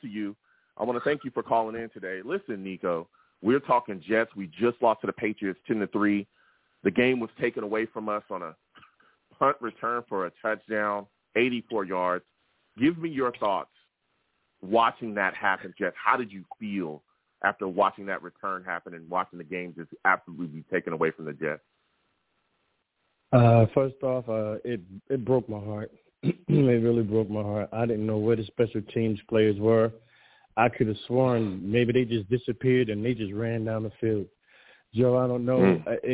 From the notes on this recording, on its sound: Live immediately after the Jets game against the Patriots, I sat down and discussed the game! The callers went crazy on this show and the takes were flying! I take live callers!